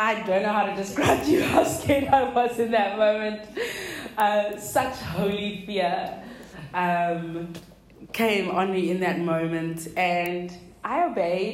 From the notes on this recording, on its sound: delivered at a local women’s event called Tribe Meet Up